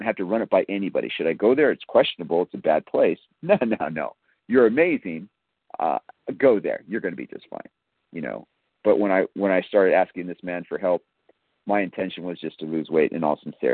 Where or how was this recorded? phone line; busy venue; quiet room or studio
phone line